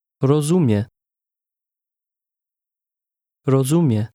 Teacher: Did you hear how the speaker stressed the middle of that word?